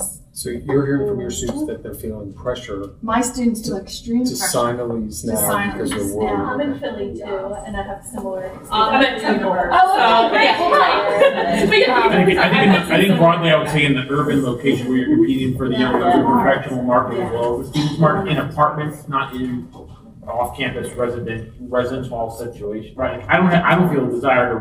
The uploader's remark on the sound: a panel discussion he moderated in July at College Pad's Annual Off-Campus Summit held on Georgis Tech's campus in Atlanta